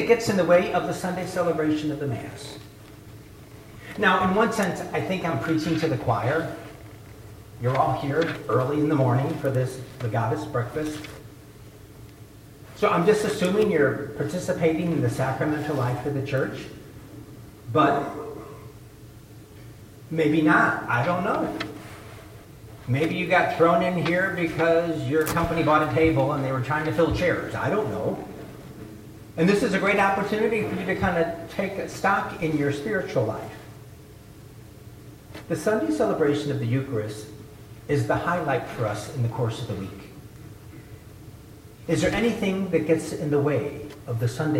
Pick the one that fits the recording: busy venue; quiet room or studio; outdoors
busy venue